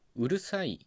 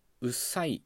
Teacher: 音と言ってもいいかもしれないんですけど、まあ、単にラ行の音でもいいんですけど、とりあえず流音っていう言い方をここではしますね。で日本語においてこの流音っていうのは非常に同化しやすい音ということができます。同化って同じ化けると書いて同化ですね。どういうことかというと、うるさいがうっさいに変わる変化を丁寧に見ていくと、まずるの母音のうが落ちて、そうすると R の子音と S の子音が並ぶことになりますよね。 · Shown in: second take